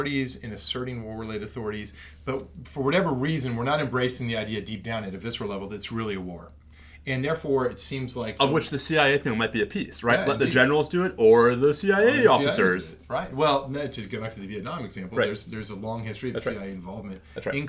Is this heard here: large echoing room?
no